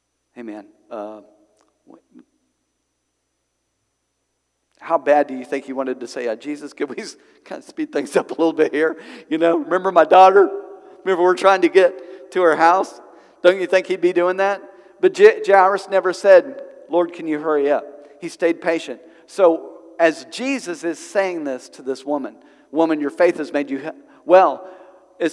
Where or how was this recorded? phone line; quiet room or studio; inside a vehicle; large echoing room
large echoing room